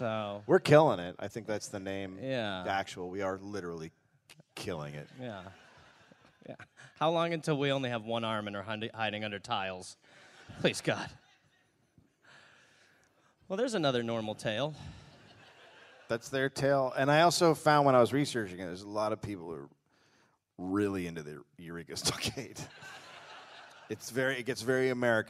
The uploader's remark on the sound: Live in Melbourne